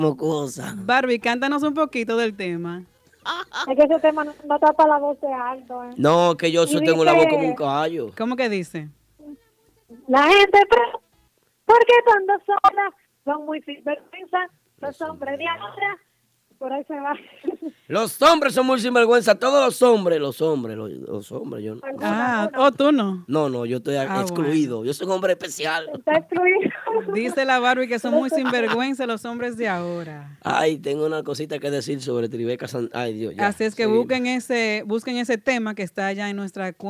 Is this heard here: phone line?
yes